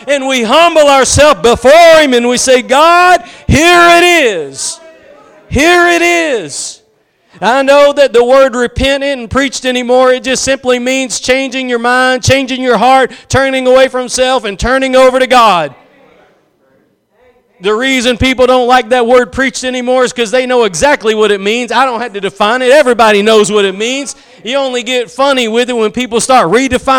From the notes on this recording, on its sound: Preached at Gospel Lighthouse in Bossier City, La.